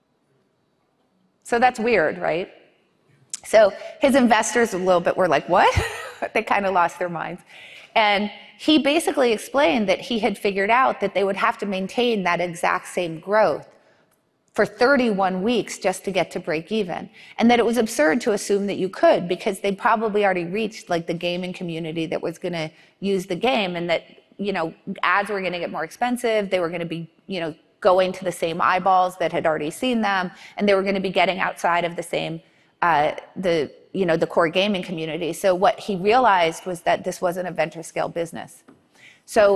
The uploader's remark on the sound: In front of a live audience.